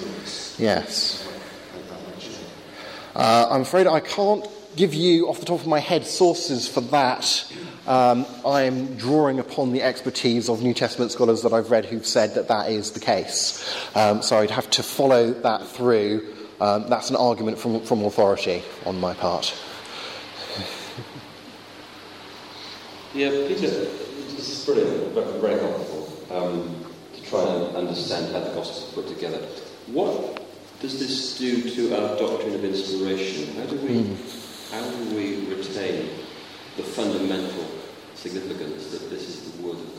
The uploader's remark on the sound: Talk with Q&A at Highfields Church Cardiff, 2012.